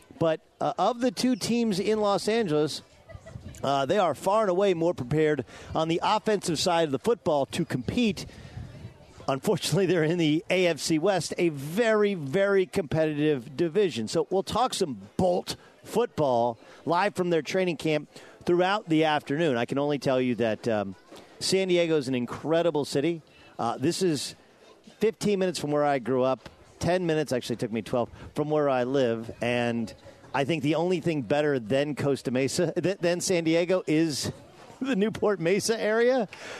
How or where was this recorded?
outdoors